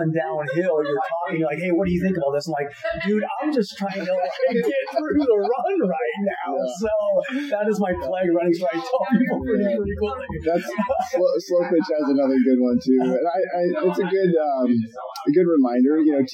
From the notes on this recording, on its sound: This episode is in person so there may be some background noise